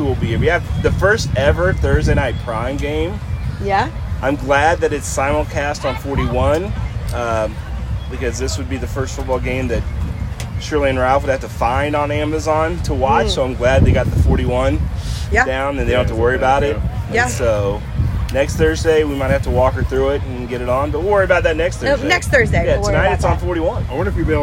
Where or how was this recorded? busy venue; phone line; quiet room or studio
busy venue